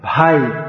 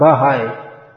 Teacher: It's a complete sound in itself, and you can't insert you can't separate the bha and the ha. · Shown in: first take